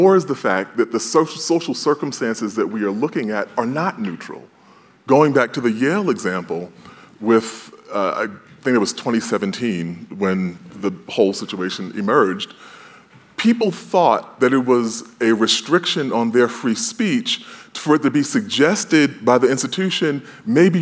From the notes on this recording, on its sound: panel from the 2022 Aspen Ideas Festival